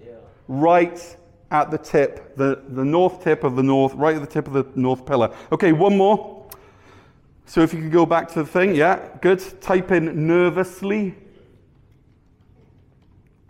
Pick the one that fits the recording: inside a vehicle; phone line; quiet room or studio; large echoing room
large echoing room